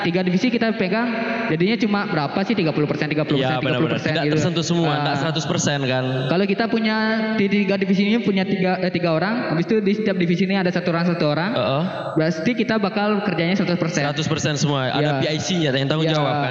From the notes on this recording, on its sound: Live at Creator Corner by HIPMI Denpasar. Kebetulan live langsung di acara Denfest, kolaborasi dengan HIPMI Denpasar.